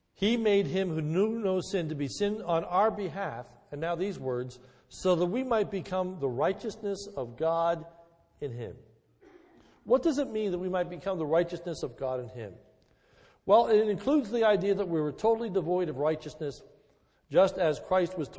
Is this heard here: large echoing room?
yes